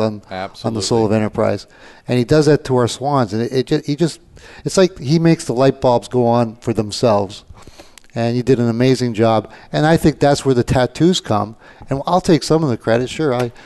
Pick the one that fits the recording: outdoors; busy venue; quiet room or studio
busy venue